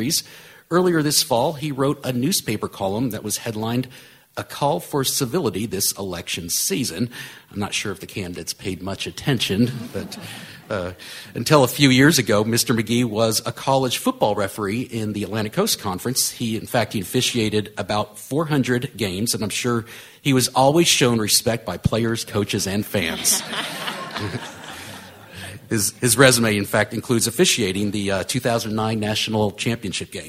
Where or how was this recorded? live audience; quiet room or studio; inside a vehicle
live audience